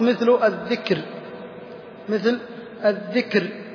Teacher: وإن كانت الراء الساكنة المسبوقة بساكن مسبوق بكسر رققت، كسر رققت مثل الذكر، مثل الذكر. رققنا الراء لماذا؟ لأن الراء ساكنة والذي قبلها ساكن قبله كسرة